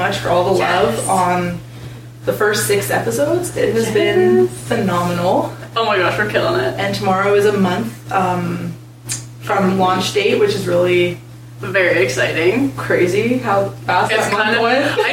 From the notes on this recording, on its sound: The audio for this episode is not great. We had a bit of a mix up with recording and it turns out the mics were not on...Oops! If you are willing to look past the audio quality.